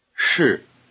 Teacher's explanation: Said by itself, the word for am, shi, is in the falling tone.